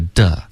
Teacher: 这个 the 的音不能有儿化音，是 the.OK，舌头不要卷